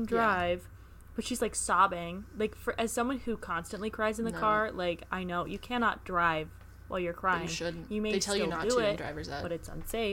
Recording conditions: background noise